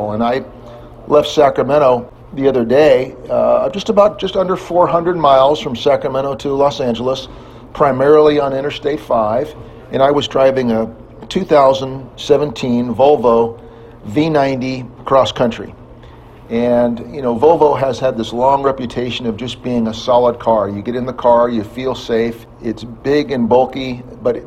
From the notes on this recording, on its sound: LA Auto Show, Day 2. We explore the other sights and sounds during our second day of visiting the 2017 LA Auto Show.